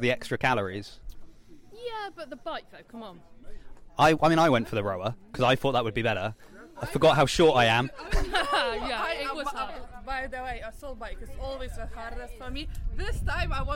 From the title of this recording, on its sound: Reporting live from the reopening of CrossFit Bath